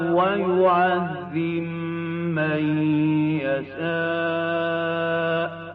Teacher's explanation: در قرائت ابی عمرو به لحاظ این که حرف با ساکن شده در یعذب، این ادغام انجام میشه